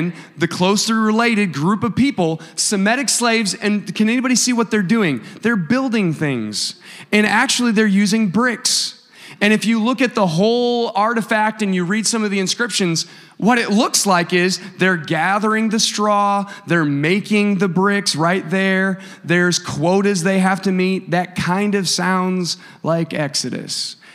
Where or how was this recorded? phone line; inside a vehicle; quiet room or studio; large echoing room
large echoing room